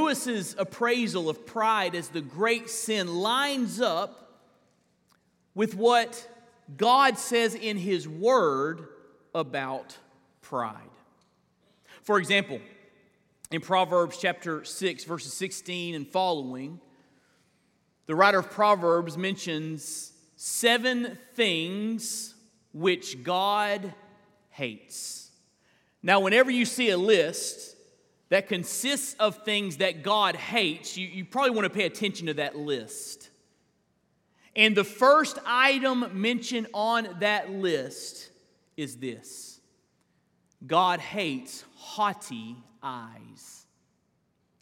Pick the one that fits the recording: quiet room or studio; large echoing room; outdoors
large echoing room